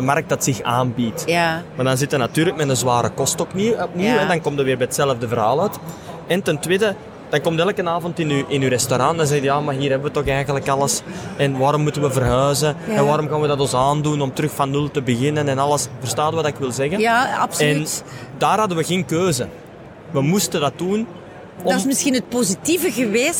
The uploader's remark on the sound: Horeca Expo Live